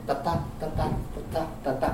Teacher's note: Tata, tata, tata, tata, azentua bigarrenean. Azenturik ez, azentua bigarrenean. Orduan, jamboa da, jamboa deuki egitura. · Term: on jambikoa